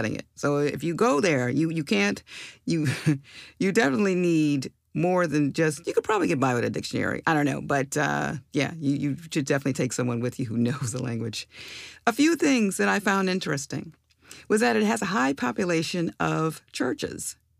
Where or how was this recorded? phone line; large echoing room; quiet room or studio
quiet room or studio